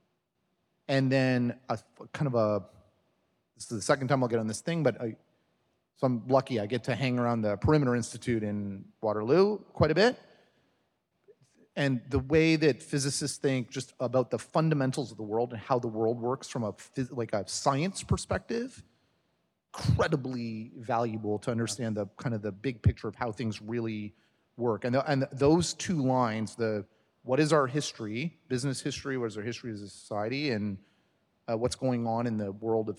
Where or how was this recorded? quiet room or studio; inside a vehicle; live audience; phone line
live audience